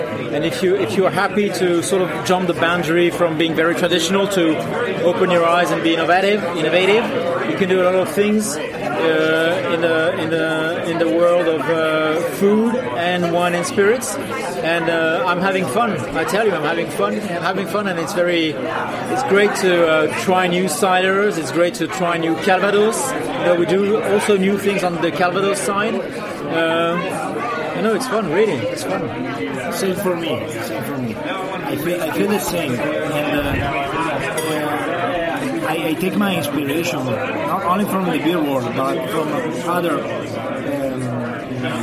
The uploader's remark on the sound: Recorded live at Jimmy’s No.